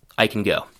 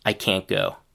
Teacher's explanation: in the negative, we do hear a clear, short a sound, but the t is reduced to a partial stopped t sound · Shown in: second take